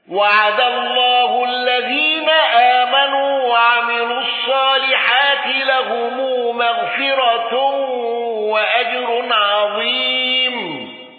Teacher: خلف عن حمزة بترك الغنة